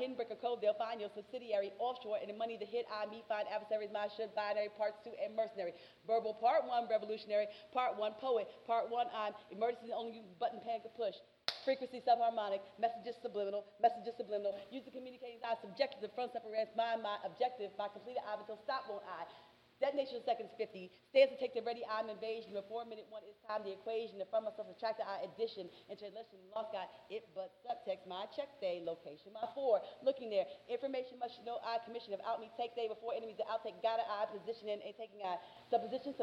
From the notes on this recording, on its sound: Our September 7th 2019 live show